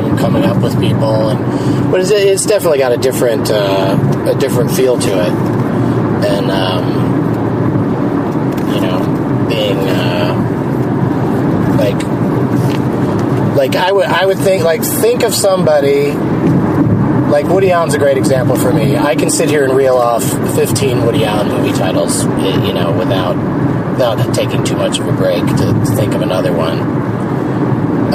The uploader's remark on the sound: Rental Car. During a drive from O'Hare Airport to Appleton, WI.